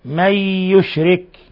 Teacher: نون ساكنة جاء بعدها الياء الحكم التجويد إضغام بغنة